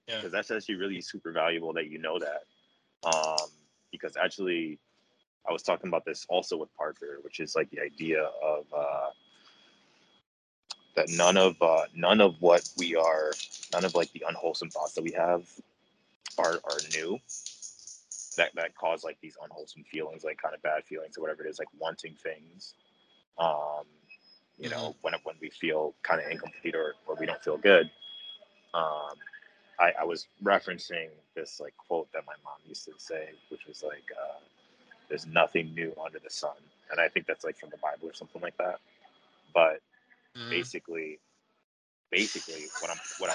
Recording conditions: video call